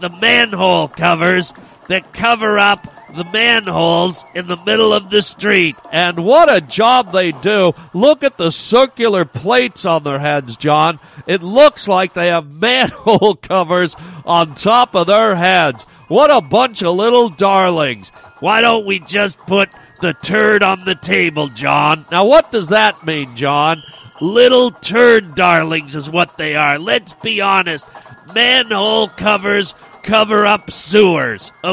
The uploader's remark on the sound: Yes it is here, the 59th Annual Harland Highway Thanksgiving Day Parade! We are going live to the streets.